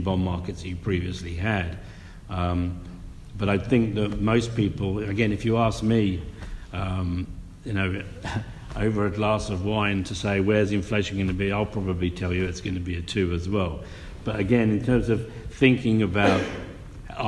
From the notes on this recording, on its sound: A live conversation in Frankfurt, recorded at the inaugural Alternative Investment Congress, staged by Capinside.